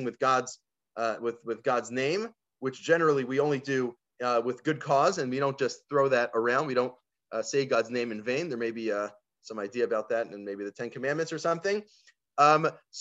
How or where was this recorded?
video call